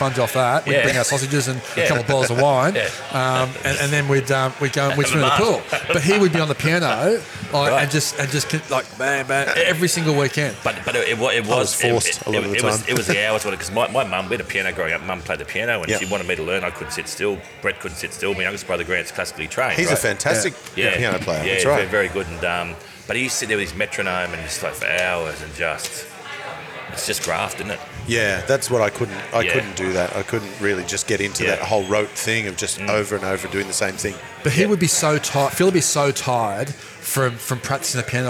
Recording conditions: busy venue